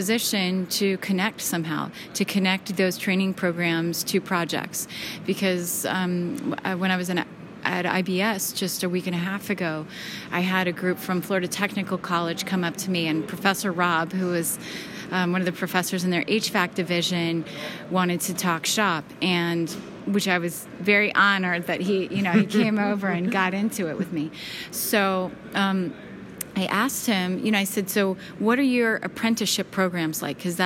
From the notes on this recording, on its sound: Live from the annual ASHRAE Conference and AHR Expo in Chicago. Live from the annual ASHRAE Conference and AHR Expo in Chicago.